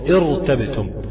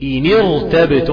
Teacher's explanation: أو سكنت بعد كسر عارض مفصول، يعني أنا بقى لو وصلت، لو أنا بدأت بكلمة ارتبتم مثلا، ارتبتم ده لو أنا ابتديت بيها هبتدي كده بكسر عارض، كسر عارض ده يعني كده هفخم الراء، هقول ارتبتم، ولكن أنا لو وصلتها إنيرتبتم برضو الكسر بتاع النون كسر عارض.